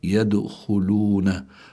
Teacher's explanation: الدال ساكنة وهي من حروف قطب جد، فلابد من إظهار القلقلة، لكنها ليست القلقلة هنا ليست بقوتها إذا كانت في آخر الكلمة عند الوقف.